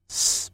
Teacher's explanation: 发音呢发成 S，我们撕东西的撕念成 S，不振动声带 · Term: 清辅音